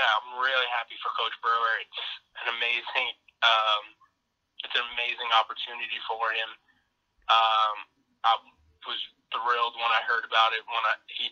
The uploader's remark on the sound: Called in to talk about the happenings so far in spring practice.